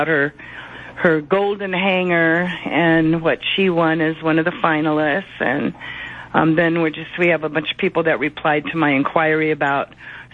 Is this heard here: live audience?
no